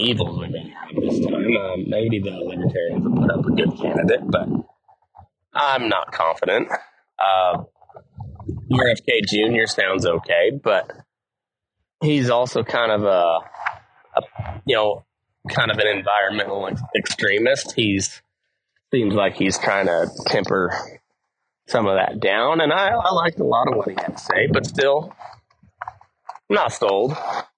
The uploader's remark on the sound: Pardon the audio quality, its been a while since I've recorded on horseback!